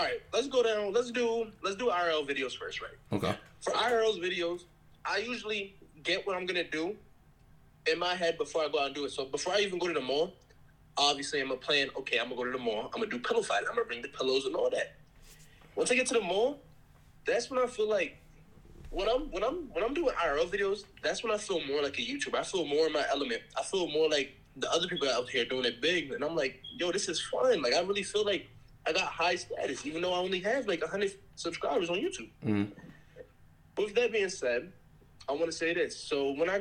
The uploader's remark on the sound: Audio may sound a lil fussy, Sorry about that. Software wasn't working as well.